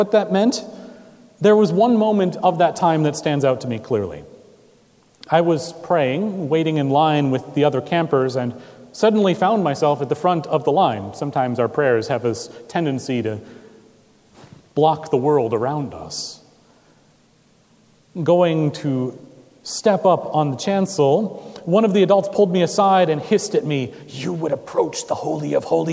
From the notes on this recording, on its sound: Recorded September 3, 2017 at Trinity Presbyterian Church in Bixby, Okla.